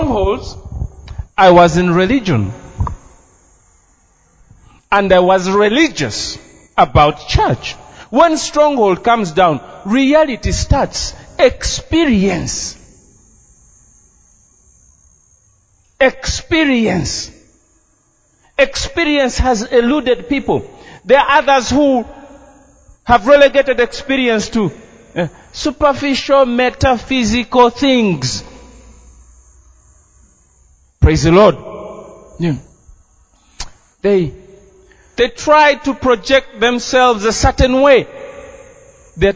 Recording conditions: large echoing room